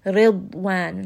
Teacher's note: Dad is going to be heavy. And there is no qalqala on the dad. So make sure you're not bouncing here.